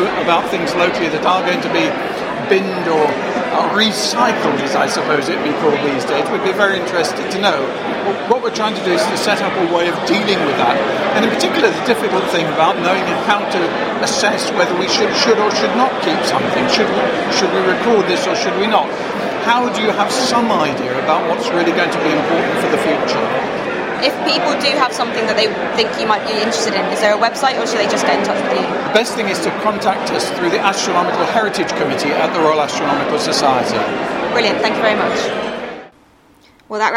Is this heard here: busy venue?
yes